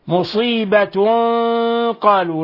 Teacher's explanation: لاحظوا كيف فخمنا الغنة، لأن هذا الإخفاء عند حرف مفخم من حروف التفخيم